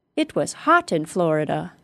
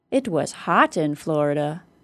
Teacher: an extra high pitch being used on the word hot to add drama · Shown in: first take